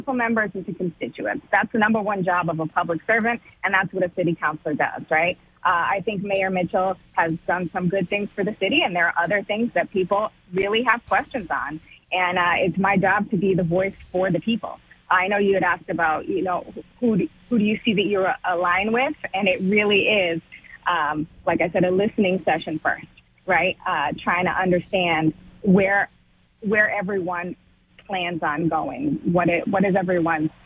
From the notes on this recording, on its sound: Continues to take calls from the audience. Calls in to make her pitch to the voters.